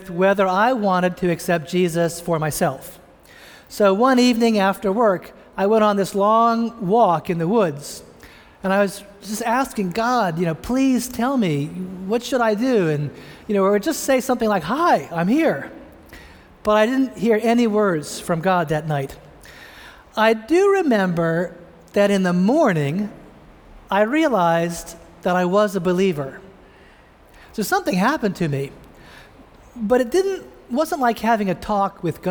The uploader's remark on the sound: preached this sermon at the Vineyard Christian Fellowship of Greater Boston in Cambridge, Massachusetts